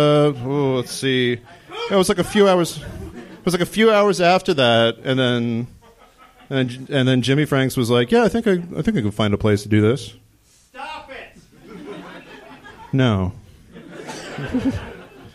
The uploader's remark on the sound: It took us until our seventh F Plus Live to figure out that we could do it somewhere other than Minneapolis, and that we could do it in a theatre! Seattle.